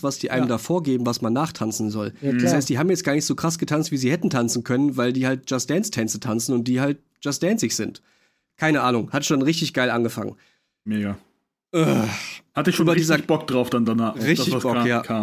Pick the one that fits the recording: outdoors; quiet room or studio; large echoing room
quiet room or studio